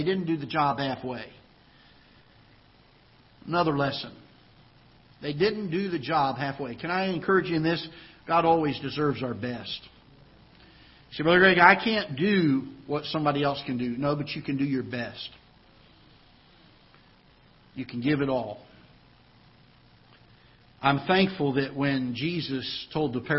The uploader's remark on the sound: Ketha Heights Baptist Church ~ Live Broadcast